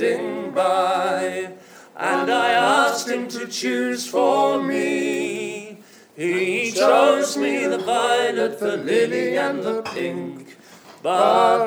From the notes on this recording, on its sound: Live at South St Arts Centre, Reading. A bonus live track recorded last night at the South Street Arts Centre, Reading.